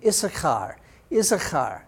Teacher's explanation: like a K-H together, kind of like something at the back of your throat. Get used to that and you'll learn how to say it.